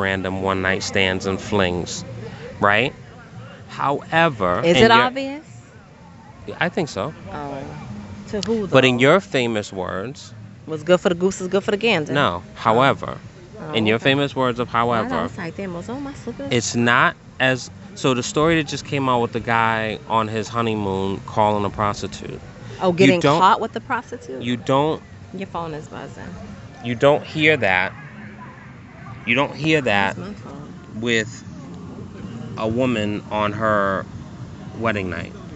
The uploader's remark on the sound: on location poolside in Punta Cana